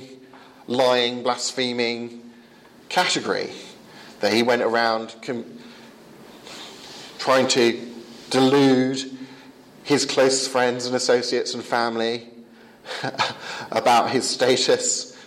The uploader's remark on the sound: Lecture delivered at the 2015 Euroepan Leadership Forum in Wisla, Poland.